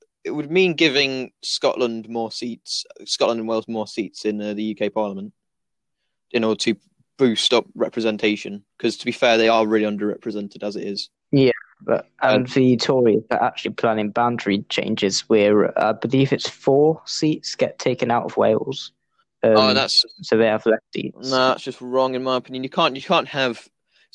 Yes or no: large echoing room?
no